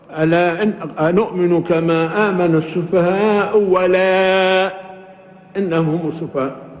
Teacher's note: فبعض القراء يحققون الهمزتين، قالوا أنؤمن كما آمن السفهاء ألا، وبعض القراء يحققون الأولى ويلينون الثانية يعني فيها تسهيل، قالوا أنؤمن كما آمن السفهاء ولا. ونحن في قراءتنا نبدل الهمزة التالية واوا